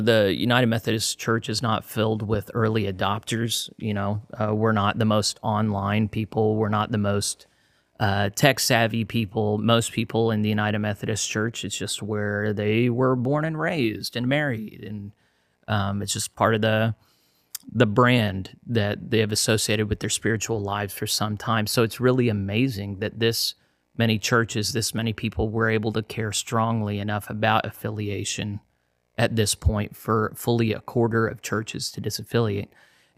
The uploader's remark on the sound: While my commentary (and the buzzy audio) might be lacking in this one